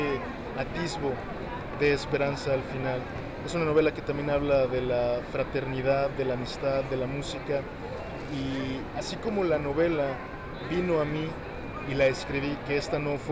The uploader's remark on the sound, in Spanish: escucha nuestra entrevista con el autor en la FIL 2022